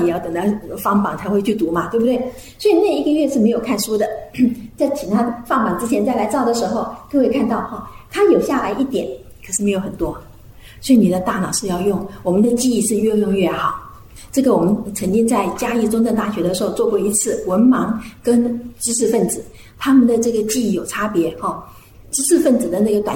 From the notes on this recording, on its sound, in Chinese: 專題講座現場錄音